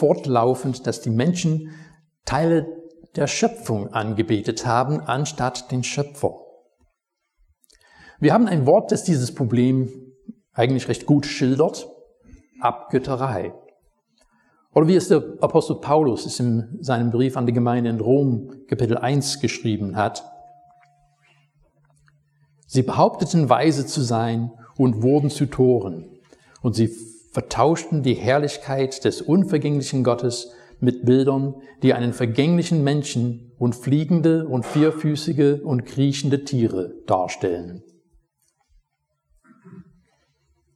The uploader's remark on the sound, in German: Predigt aus dem Gottesdienst